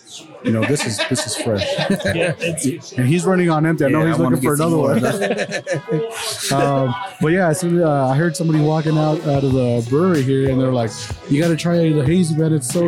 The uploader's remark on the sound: In this episode we recorded live in the tap room of Park City Brewing Company for the release of; Salt City Haze.